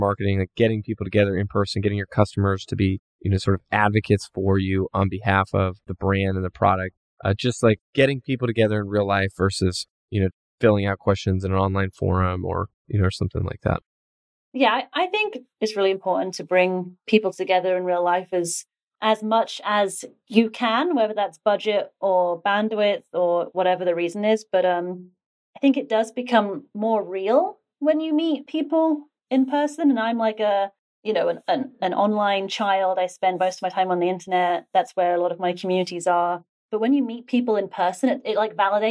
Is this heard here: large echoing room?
no